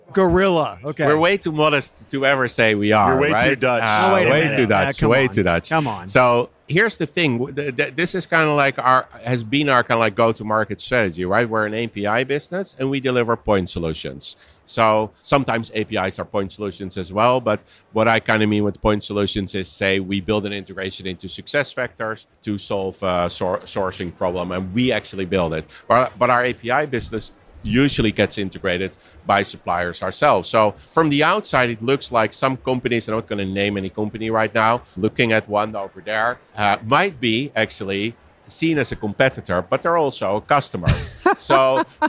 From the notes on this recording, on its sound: Recorded live from the Textkernel booth in Paris at Unleash